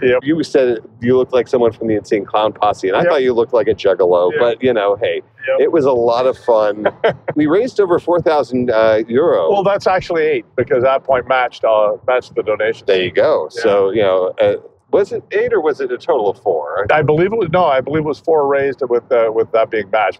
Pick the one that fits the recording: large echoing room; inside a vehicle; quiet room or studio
inside a vehicle